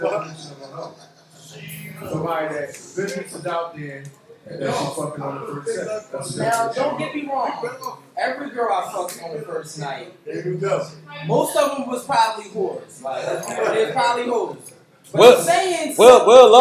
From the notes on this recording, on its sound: Please forgive this Episode’s audio